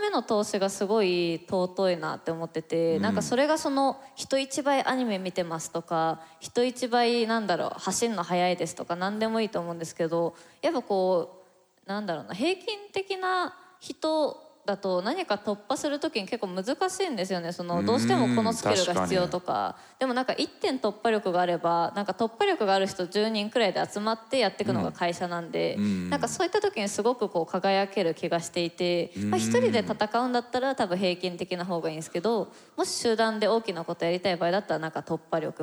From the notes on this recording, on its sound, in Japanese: TOKYO FMの番組「マスメディアン 妄想の泉」。番組初となる公開収録の後編をお届けしました。